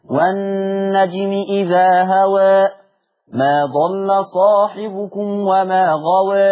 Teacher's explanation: سورة النجم آخرها كل مقلل قولا واحدا، والنجم إذا هوى ما ضل صاحبكم وما غوى، كله تقليل تقليل تقليل.